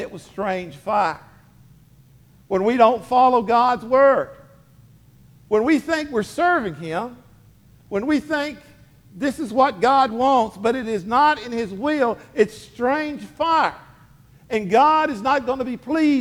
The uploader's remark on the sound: Sermon delivered to Hillside Baptist Church in Eastman, GA on 10/15/23. Sermon delivered to Hillside Baptist Church in Eastman, GA.